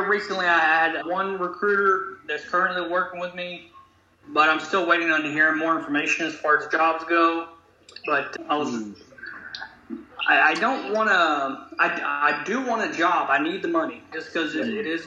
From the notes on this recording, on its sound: We did this on a Linkedin Live so the recording quality not so good.